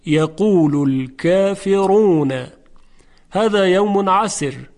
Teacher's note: خب در این آیات هذا یوم عسیر و یقول الكافرون، در یقول الكافرون حرف را چون ضمه داره، یعنی در واقع بعدش صدای کشیده او هست، واو مدی، در این حالت حرف را مضموم محسوب میشه و تفخیم میشه